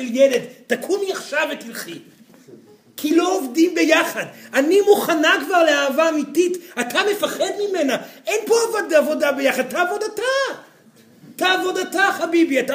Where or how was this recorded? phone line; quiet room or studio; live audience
live audience